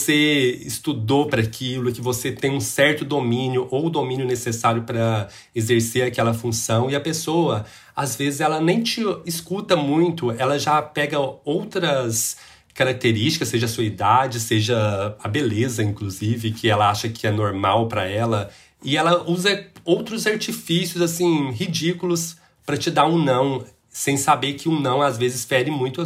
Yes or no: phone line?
no